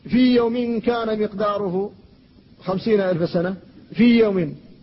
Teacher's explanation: الياء هنا في ساكنة، والياء التي بعدها محركة يوم، لكن لا ادغام، لأن هذا من حروف المد واللين وأيضا حروف العلة، فلا ادغام فيها.